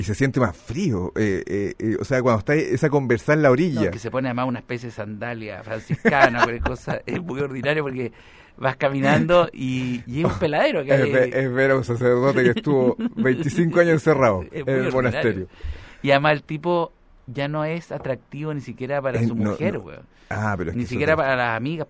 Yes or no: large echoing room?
no